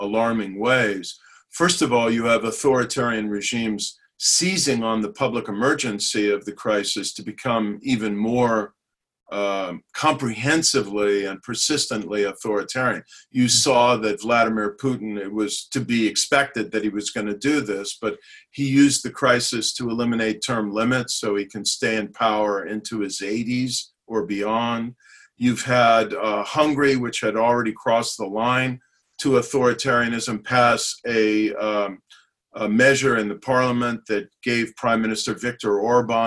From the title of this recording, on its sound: Hoover Virtual Policy Briefing